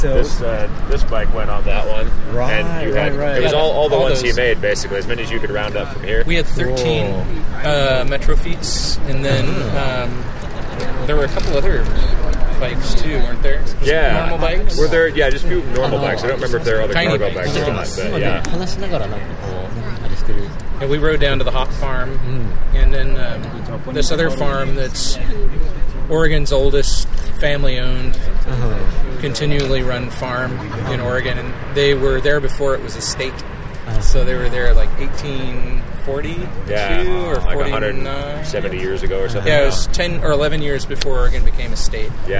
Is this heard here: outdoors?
yes